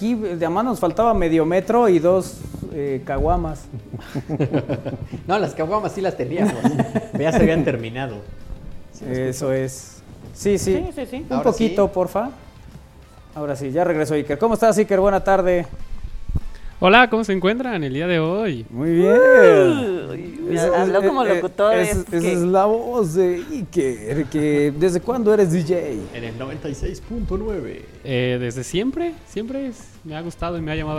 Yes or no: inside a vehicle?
no